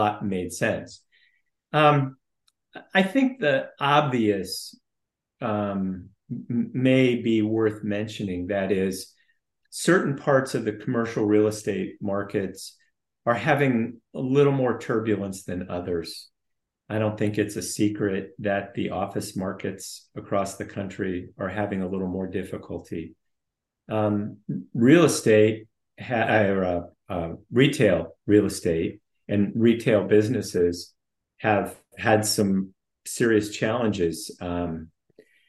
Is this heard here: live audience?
no